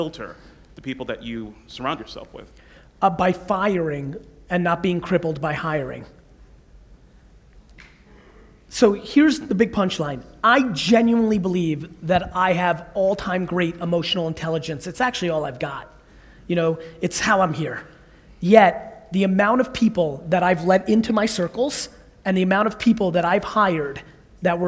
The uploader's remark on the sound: A Keynote: EntreCon, Salt Lake City 2017